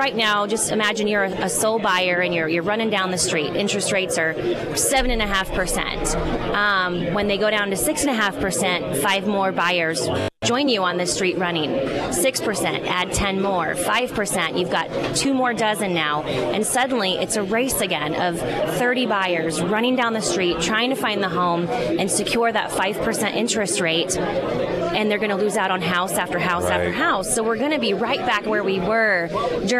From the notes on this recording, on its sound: live at Scramblers Diner for Heroes Breakfast